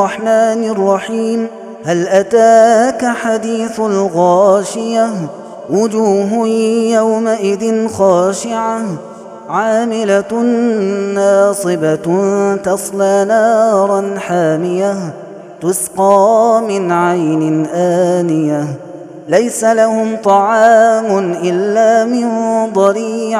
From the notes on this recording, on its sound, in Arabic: هذا التسجيل من صلاة التراويح